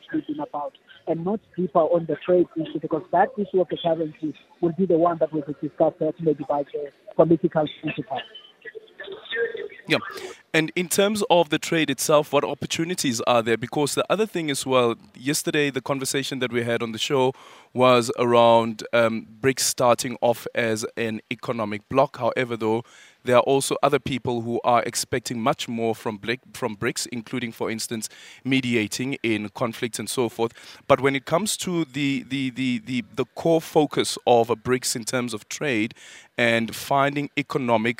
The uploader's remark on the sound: We are coming to you live from the Sandton Convention Centre where BRICS member states are gathering for the 15th BRICS Summit.